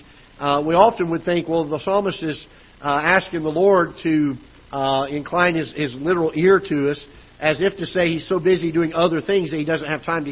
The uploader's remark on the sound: Ketha Heights Baptist Church ~ Live Broadcast